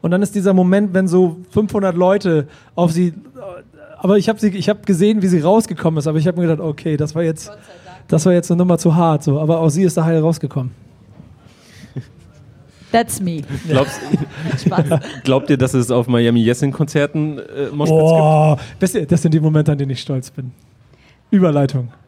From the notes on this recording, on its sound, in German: In der Live-Ausgabe vom BACKSPIN-Stammtisch beim diesjährigen Reeperbahn Festival